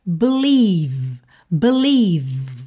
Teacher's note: E esse ie do meio aí, esse encontro vocálico, vai soar i, gordinho mesmo, recheado, tá? Então vamos ter believe, believe, terminando o som no v, ok?